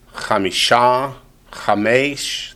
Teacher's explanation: Chamisha, Chamesh, they both accent the last syllable